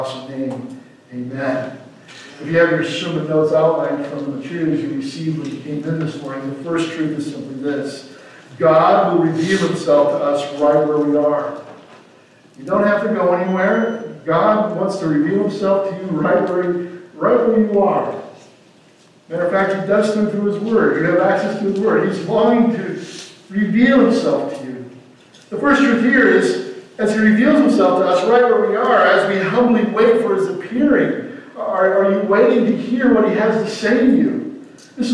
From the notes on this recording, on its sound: Audio for this video starts at the 22:50 mark in the video. Technical issues.